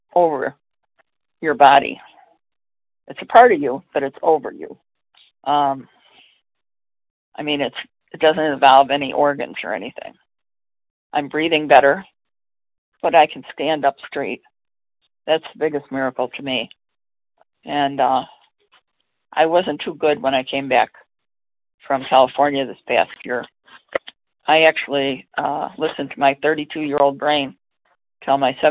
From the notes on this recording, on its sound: from the 100 Pounders Phone Meeting